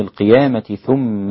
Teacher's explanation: فالتاء مع الثاء هنا أصبح عندي التقارب، التقارب في المخرج تاء ثاء، هما من طرف اللسان كلهم، لكن بتعتمد يعتمد طرف اللسان على بعض إيه أجزاء من الأسنان أو من الفم، فينتج هذا الحرف الثاني. · Term: الإدغام الكبير